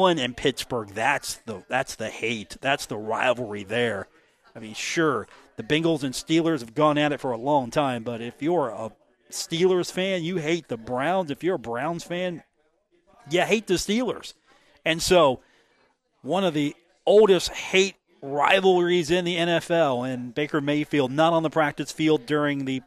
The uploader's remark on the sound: broadcasting live from The Union Pub and Grill located at 1125 4th Avenue in Huntington, West Virginia.